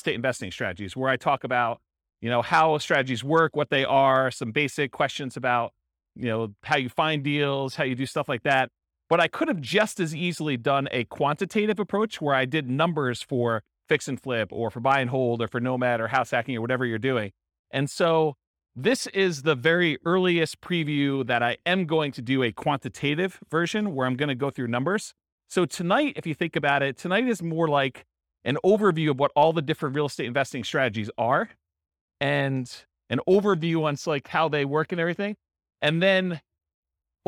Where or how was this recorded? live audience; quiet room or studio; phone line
live audience